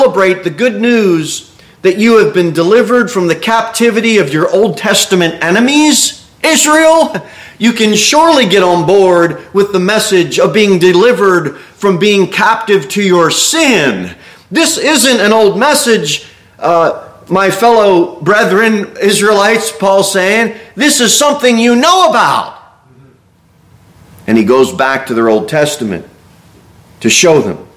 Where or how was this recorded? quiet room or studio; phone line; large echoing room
large echoing room